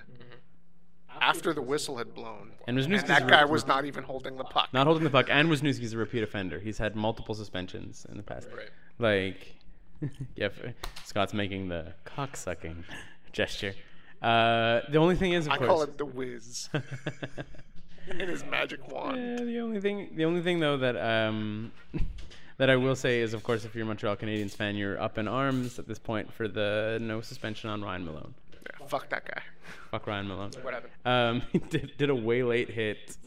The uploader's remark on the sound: that annoying echo is almost omnipresent in this recording